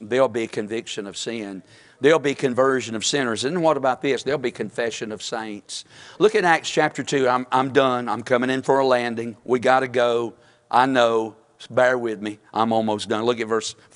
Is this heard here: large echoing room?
yes